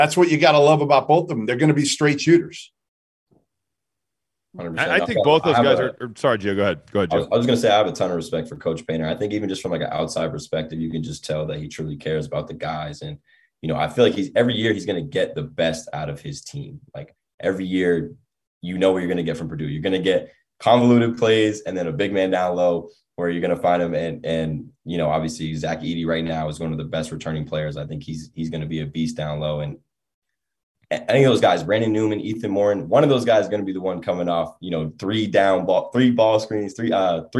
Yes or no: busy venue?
no